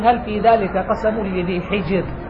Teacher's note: هذه راء مرققة لأن ساكنة وقبلها ساكن وقبله كسر